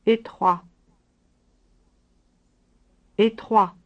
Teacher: For a masculine word, you would pronounce étroit without hearing the T sound.